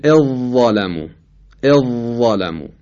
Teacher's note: مورد ششم ذال در وا هست، ذال در وا، مثل اذ ظالمو، اذ ظالمو که در اینجا ذال کاملا ادغام میشه